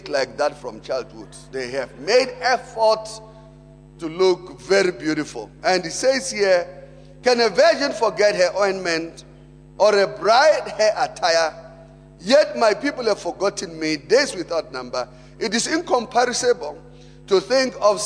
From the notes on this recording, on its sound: Preached at Emmanuel Christian Church, Arcadia Campus on the 4th of November 2018.